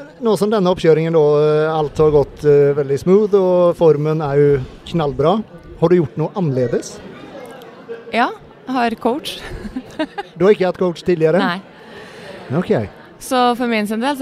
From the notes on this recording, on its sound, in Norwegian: Live Studio - Inveiing. Live studio med intervjuer av atleter, og andre interessante personer under innveiingen!